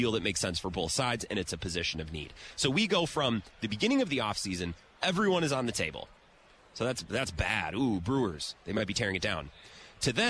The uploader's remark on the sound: Live at Radio Row in Las Vegas.